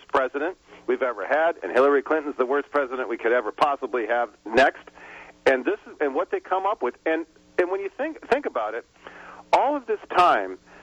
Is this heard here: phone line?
yes